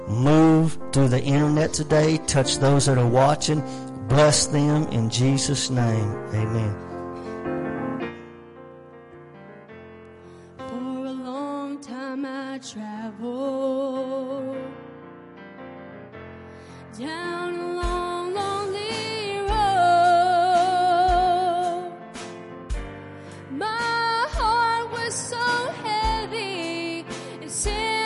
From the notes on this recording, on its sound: WELCOME TO OUR LIVE SERVICE. At Family Worship Center in Athens Tennessee. We own a CCLI license CSPL080184 to stream our music live over the internet.